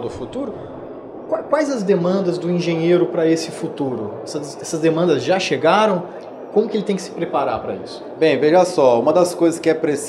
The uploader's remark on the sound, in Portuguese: Realizou o 2ºSimpósio Cidades Inteligentes, na cidade de Santos, litoral de São Paulo. Durante o evento, foi gravada uma série de podcasts.